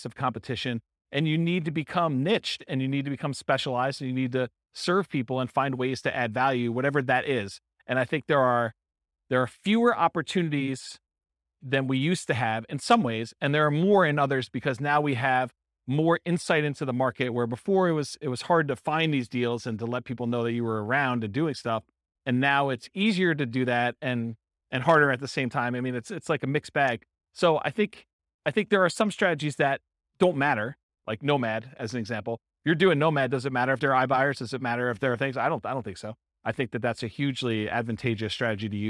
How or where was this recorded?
live audience